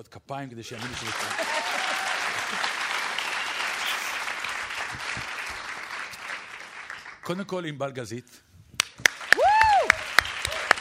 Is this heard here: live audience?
yes